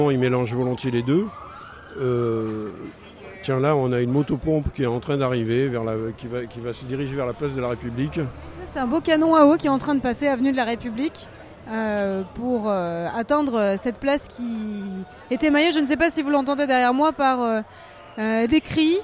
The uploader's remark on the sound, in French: Diffusée en direct le 15 septembre 2016 depuis la place de la République